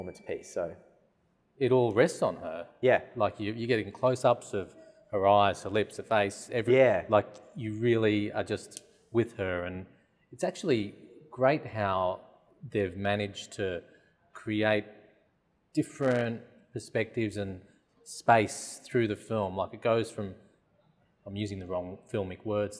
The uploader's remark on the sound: all on location at the RMIT Capitol theatre